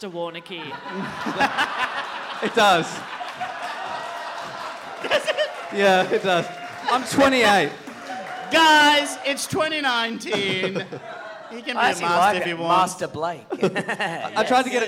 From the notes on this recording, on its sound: Our final episode from the Koh Samui International Podcast Festival